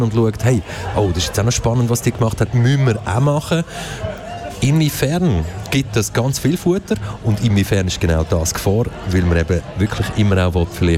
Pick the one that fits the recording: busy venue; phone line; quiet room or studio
busy venue